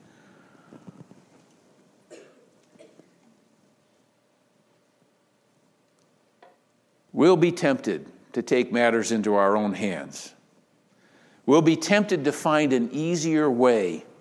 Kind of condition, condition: setting, large echoing room